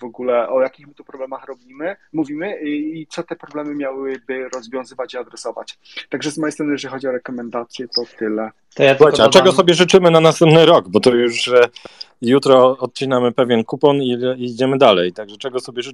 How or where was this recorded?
video call